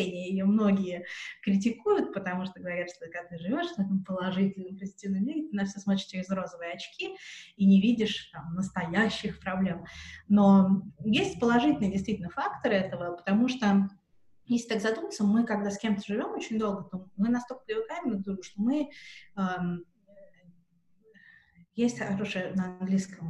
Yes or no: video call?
yes